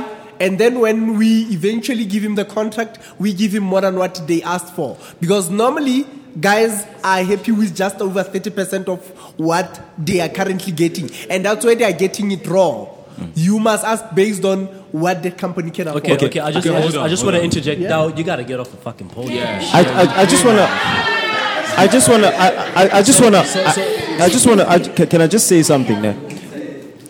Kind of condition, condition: setting, live audience